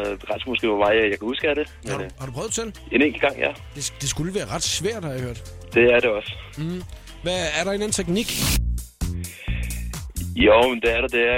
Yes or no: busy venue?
no